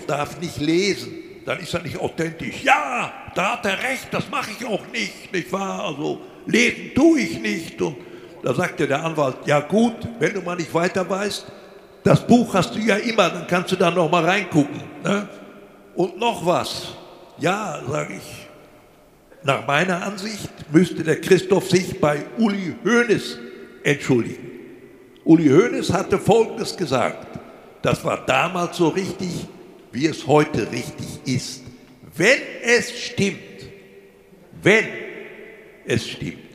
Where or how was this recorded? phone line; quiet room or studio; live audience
live audience